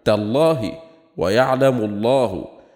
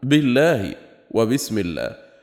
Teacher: فاللام تفخم في لفظ الجلالة الواقع بعد فتح أو ضم · Shown in: first take